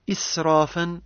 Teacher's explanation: الراء حكمها التفخيم لأنها حركت بالفتح